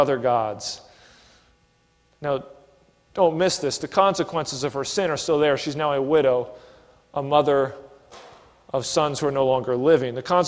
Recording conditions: large echoing room